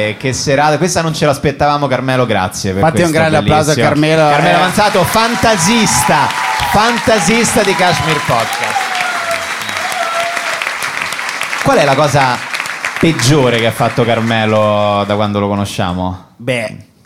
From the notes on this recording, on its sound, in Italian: Ultima puntata di Cachemire Podcast, registrata dal vivo al Monk di Roma.